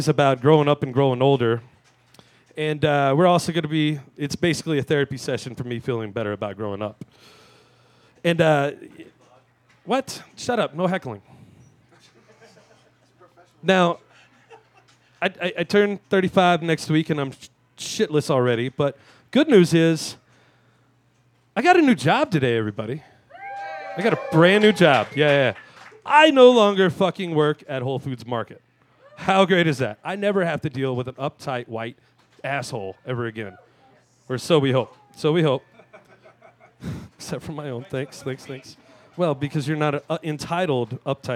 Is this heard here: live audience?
yes